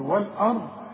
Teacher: اللام رققها والهمزة رققها، وفخم الراء والضم